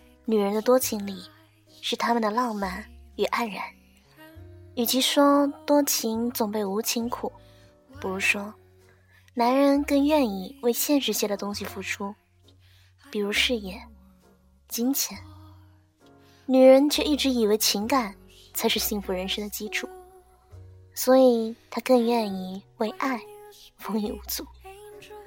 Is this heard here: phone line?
no